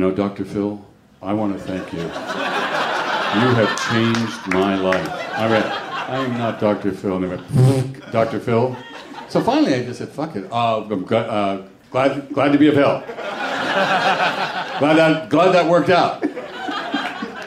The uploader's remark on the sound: a Live WTF taping at SXSW in Austin, Texas